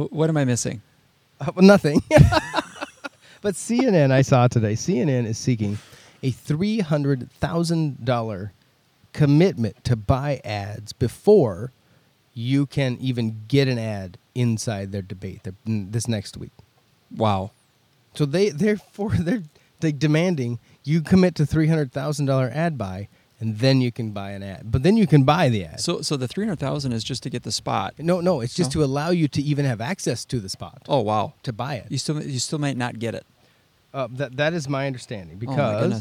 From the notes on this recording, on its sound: out in nature on location in Alexandria, MN